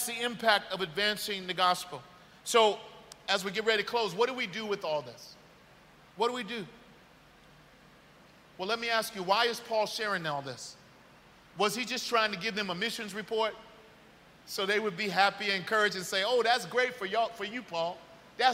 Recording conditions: large echoing room